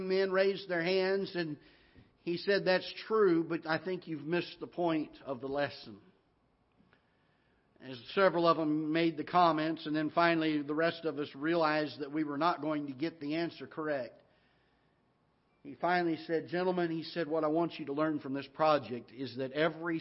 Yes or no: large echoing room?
yes